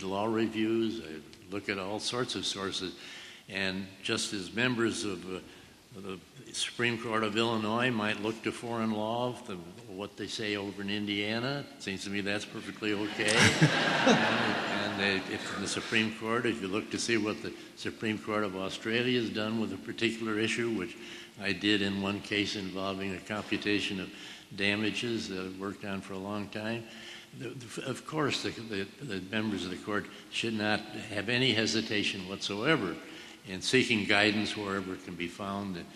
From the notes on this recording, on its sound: A well-attended public discussion at Princeton University. Was held in a packed Richardson Auditorium in Alexander Hall.